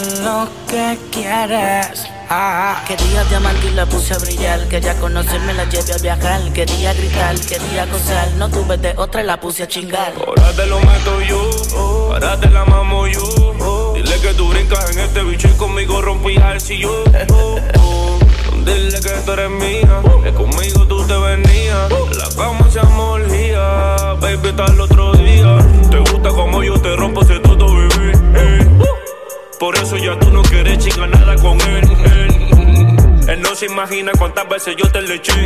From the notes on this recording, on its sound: Live At Club Essence